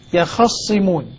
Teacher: فتح الخاء وتشديد الصاد